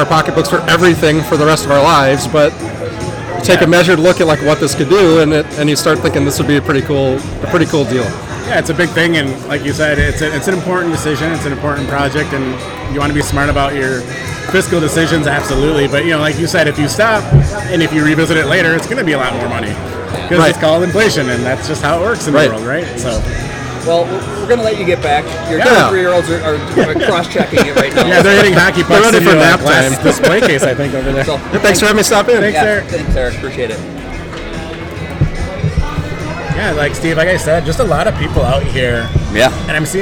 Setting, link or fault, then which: setting, busy venue